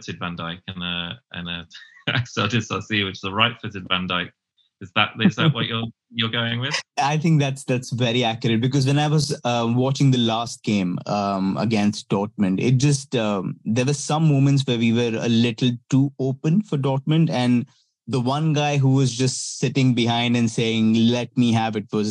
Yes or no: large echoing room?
no